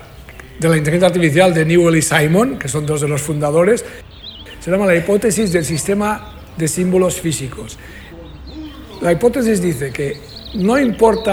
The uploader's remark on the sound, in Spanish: Escapa del ruido de la ciudad para cobijarse en el jardín de ‘La Biblioteca de la Memoria’, un lugar más asimilable a las condiciones del entorno ancestral en el que tomó forma nuestro actual cerebro.